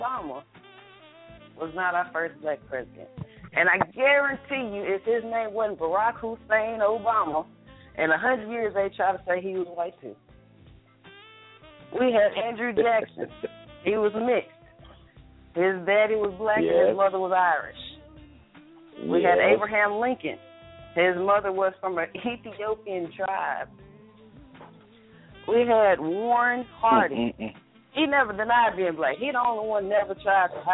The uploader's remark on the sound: we open up the phone lines to hear from your family